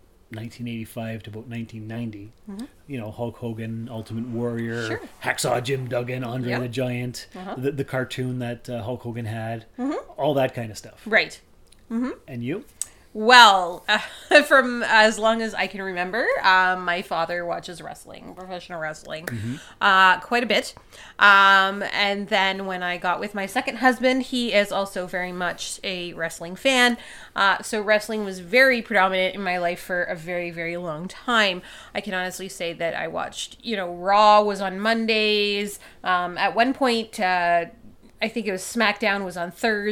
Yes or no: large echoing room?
no